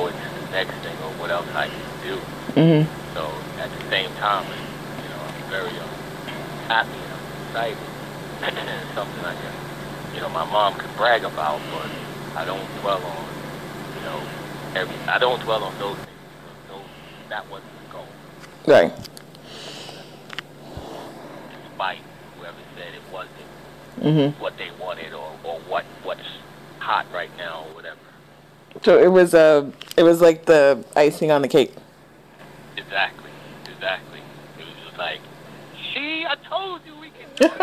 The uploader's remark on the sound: phone interview clip